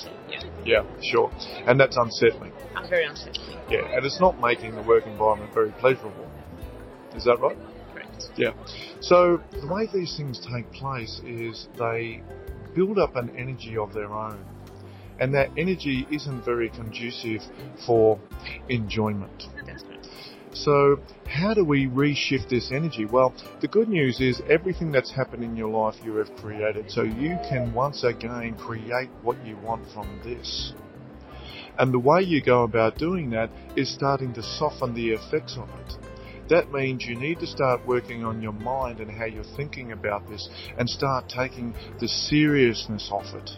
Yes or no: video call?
no